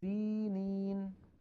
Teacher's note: فالياء الأولى والياء الثانية هما مدان طبيعيان في حال الوصل